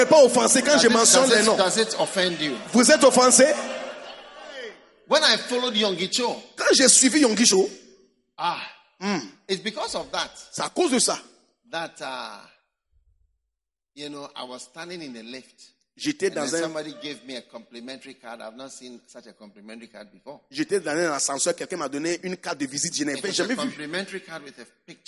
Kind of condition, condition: setting, live audience